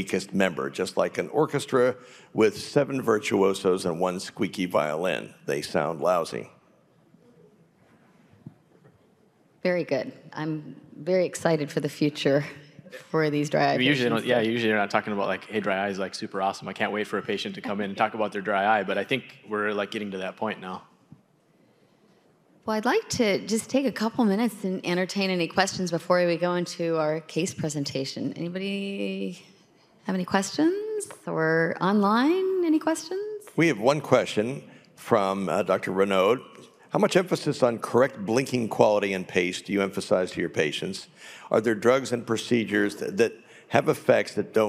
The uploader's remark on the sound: This content was captured during a live symposium.